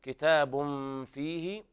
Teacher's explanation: إخفاء حقيقي لوقوع الفاء بعد التنوين